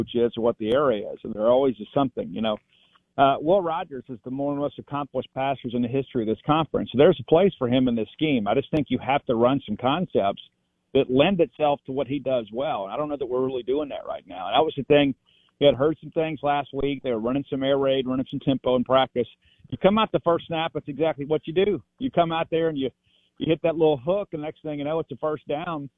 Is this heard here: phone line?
yes